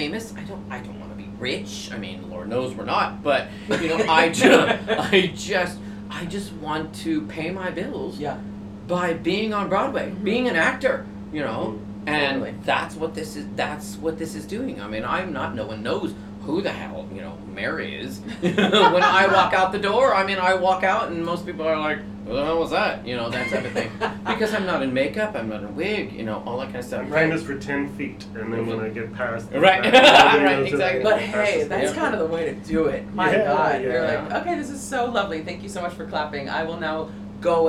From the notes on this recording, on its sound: Coming at you live from the dressing room at the Ambassador theater. We sat down between shows on a two-show day of Chicago on Broadway.